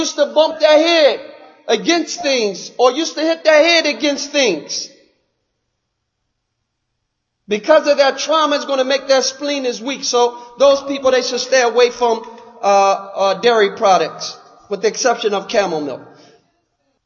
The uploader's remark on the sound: Lecture given at Masjid Nur Allah, Queens, NY